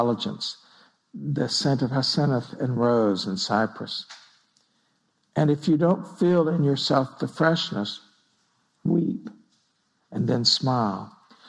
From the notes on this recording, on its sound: Recorded at Spirit Rock on September 19, 2016. (Spirit Rock Meditation Center).